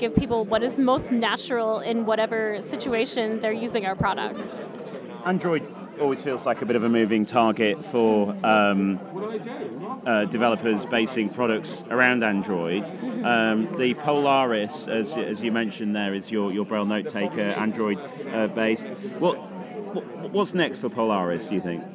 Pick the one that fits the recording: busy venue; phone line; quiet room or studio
busy venue